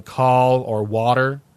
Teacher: AW to A, the shift from AW to A is very strong